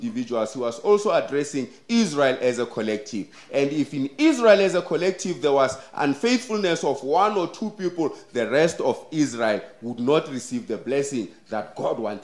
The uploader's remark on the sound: The sermon was preached at Kempton Park Central Seventh-day Adventist Church.